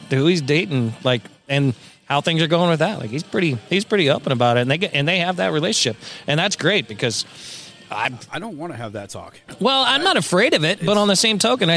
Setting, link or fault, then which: setting, busy venue